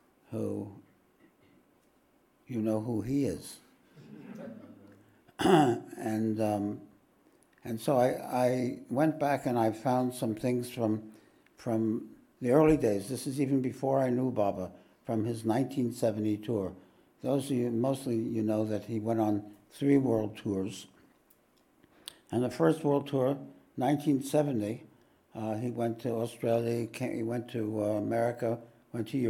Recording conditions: large echoing room